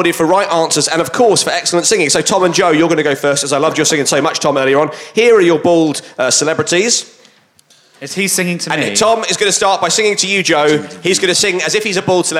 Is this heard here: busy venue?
yes